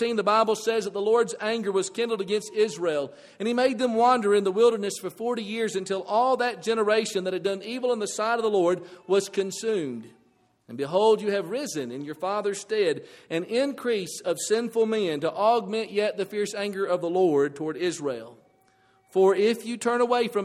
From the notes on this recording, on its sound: This audio presentation is provided from the Bear Valley church of Christ in Denver, Colorado.